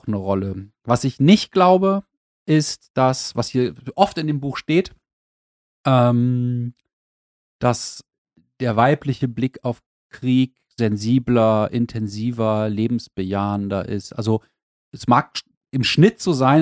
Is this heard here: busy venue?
no